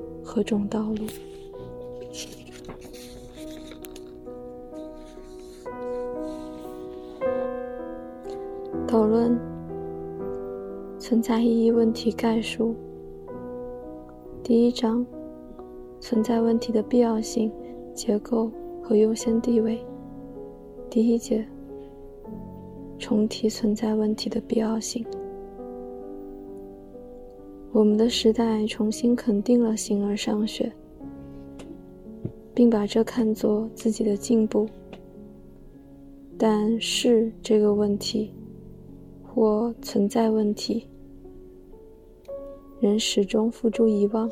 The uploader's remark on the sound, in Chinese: 没有准备，也不打算剪辑。这个BGM是我读海德格尔的时候，晚上从图书馆走回宿舍的背景音乐。带有轻微的舍友发出的杂音。